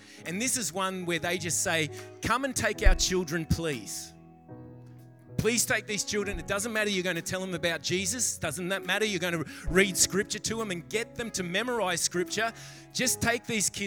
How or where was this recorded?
large echoing room